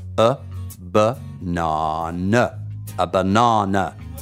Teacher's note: Ricordatevi una banana tre volte schwa.